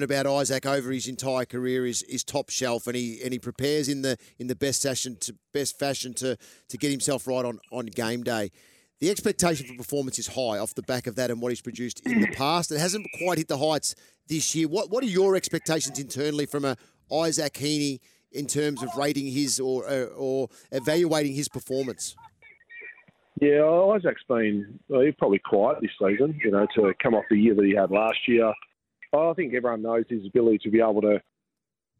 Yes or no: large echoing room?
no